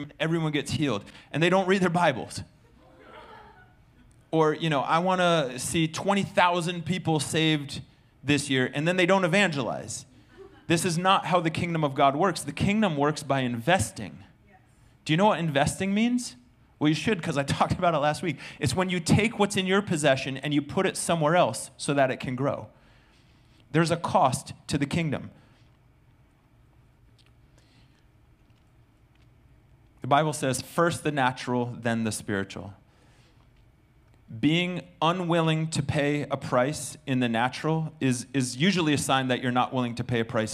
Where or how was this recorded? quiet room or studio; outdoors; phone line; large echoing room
large echoing room